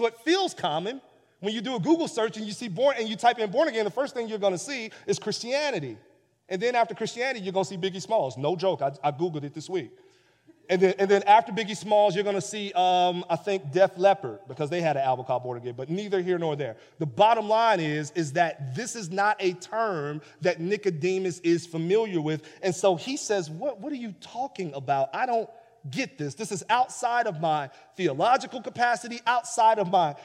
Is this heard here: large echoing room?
yes